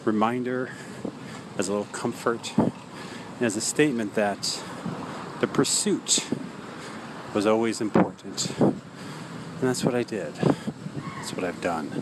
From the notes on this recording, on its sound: Recorded on the way to an AM showing. But, as you can hear here, just getting the cinema is an event in itself.